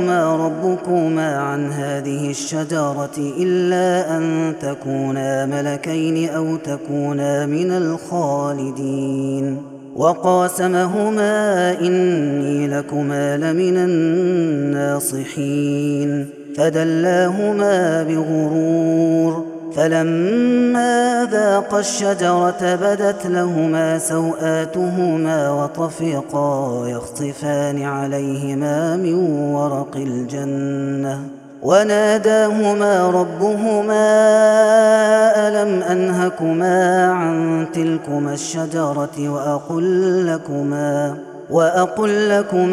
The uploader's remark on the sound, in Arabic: هذا التسجيل من صلاة التراويح